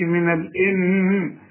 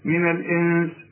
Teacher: الإنس برضو في نون بعد سين، السين من حروف الإخفاء لازم تغن من الإنس، وما تستعملش لسانك في النون دي · Shown in: second take · ما تقولش من الإن، لا من الإنس.